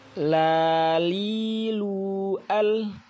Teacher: Huruf lam berada di ujung dua tepi lidah sampai pada akhir ujung lidah menempel pada gusi dari gigi-gigi bagian atas